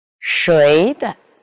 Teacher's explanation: 阳平后的轻声呢，念中调三度